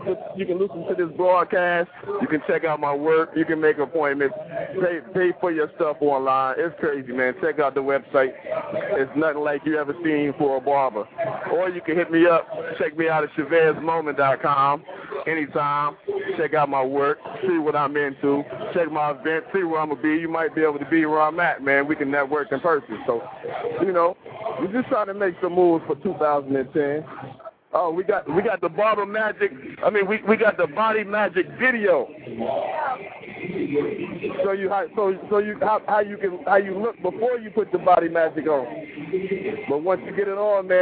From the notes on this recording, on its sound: Live from 2nd Annual Midwest Barber & Beauty Explosion in Des Moines,Iowa.